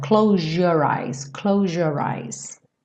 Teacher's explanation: Muitas vezes esse som de Z acaba sendo modificado para um som quase de J.